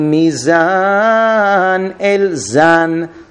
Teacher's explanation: So it would be Mizan El Zan, the stress is on the Zan.